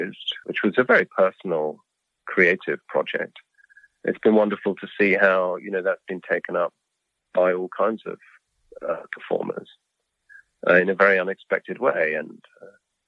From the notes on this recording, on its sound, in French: s’est entretenu par téléphone avec le compositeur néoclassique anglo-allemand